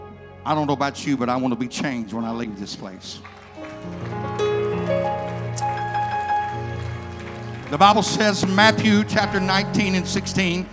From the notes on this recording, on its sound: Keynote address at the first night of our Anniversary Celebration